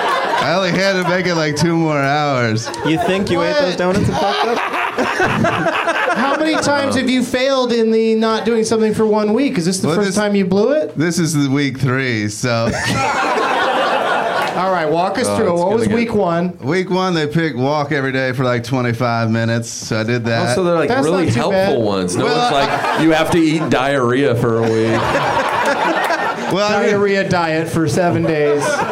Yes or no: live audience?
yes